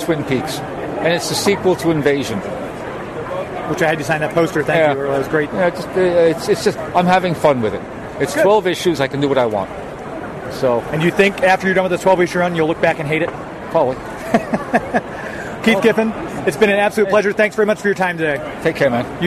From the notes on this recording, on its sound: LIVE from Planet Comicon 2019!